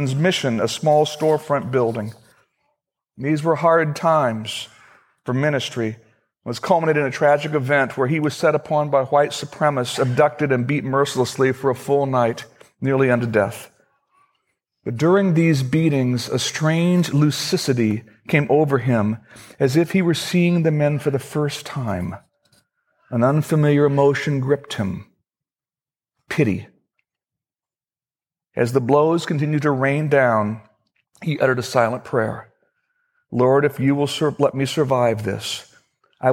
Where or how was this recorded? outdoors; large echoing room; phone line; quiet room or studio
large echoing room